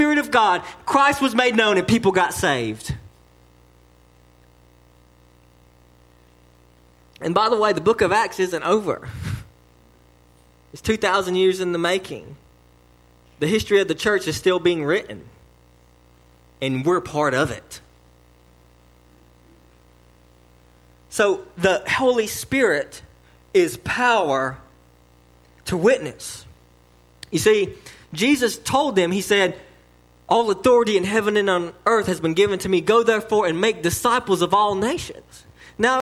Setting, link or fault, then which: setting, large echoing room